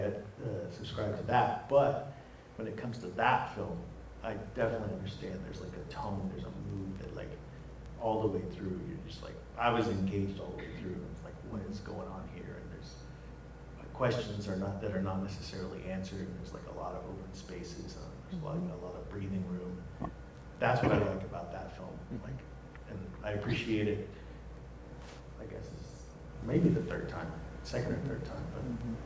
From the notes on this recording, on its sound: Live at Rodeo Cinema in Oklahoma City. HEADS UP: There are audio issues. Join us as we have a live discussion at Rodeo Cinema during Native Heritage month.